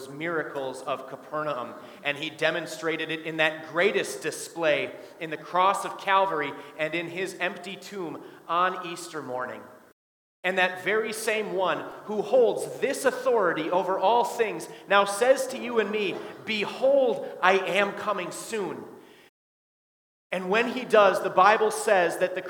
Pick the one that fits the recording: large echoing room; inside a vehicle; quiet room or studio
large echoing room